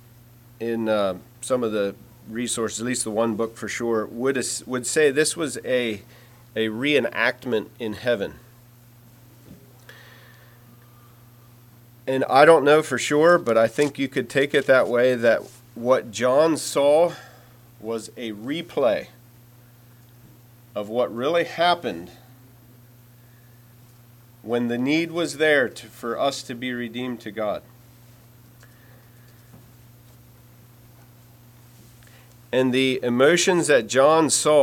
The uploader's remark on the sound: Message preached at Word of Hope on Sunday, November 12, 2023